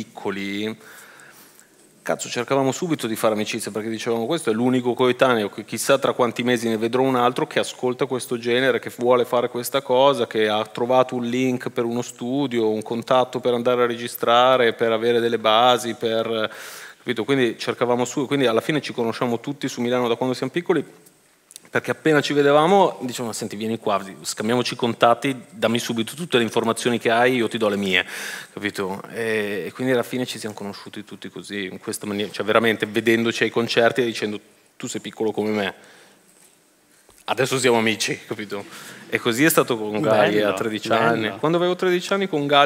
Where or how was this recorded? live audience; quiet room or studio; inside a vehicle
live audience